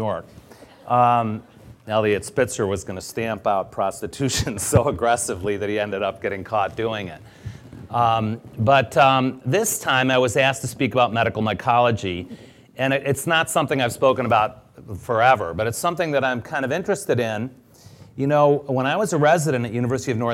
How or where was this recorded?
live audience